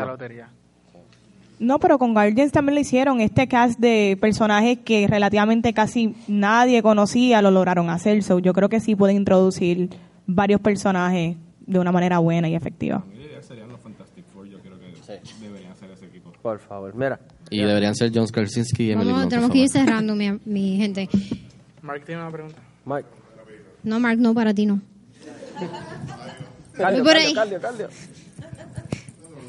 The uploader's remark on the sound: Puerto Rico Comic Con 2019 Panel. Llevado a cabo por el equipo de Movie Network en el Puerto Rico Comic Con 2019.